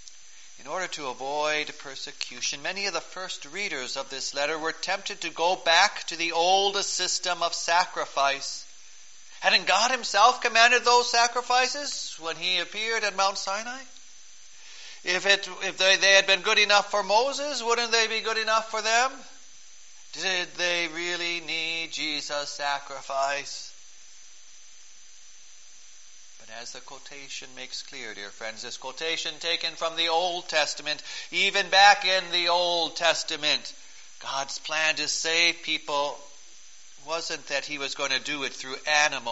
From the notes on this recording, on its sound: Preached on December 23, 2012, for the Fourth Sunday of Advent, at St. John's Ev.